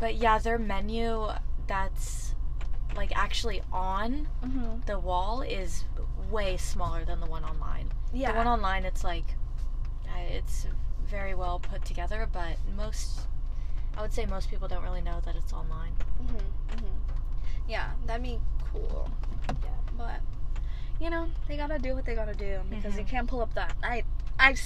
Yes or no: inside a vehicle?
yes